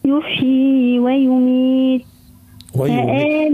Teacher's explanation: ويميت ظهر التاء في الآخر عندها صفة الهمس ويميت ما نقتلوهاش يميت ما تسمعهاش نعم.